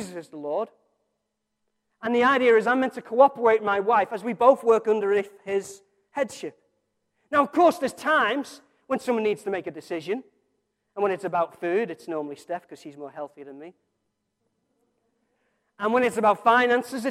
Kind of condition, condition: setting, large echoing room